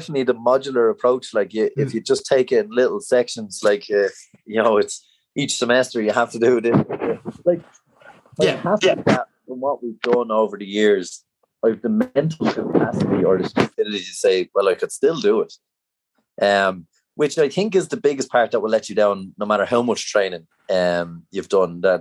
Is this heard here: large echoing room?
no